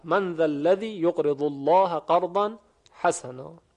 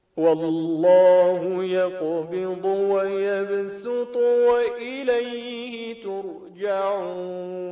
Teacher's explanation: ابتدا با صاد تلفظ می شود و بعد با سین، که وجه مشهورتر هم همین تلاوت با سین هست